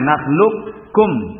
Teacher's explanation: Idgham kamil qafnya hilang, nakhlukum, atau dengan idgham naqis, ya, tetap ada sifat istilahnya, ya.